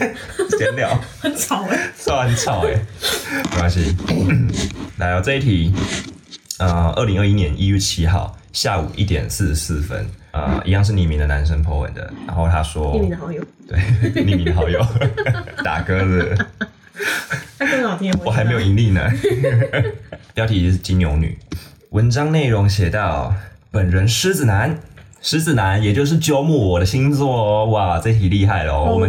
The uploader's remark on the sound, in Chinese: 整集真的很歡樂很吵。可惜的是錄音的時候沒注意到有信號干擾的情況，。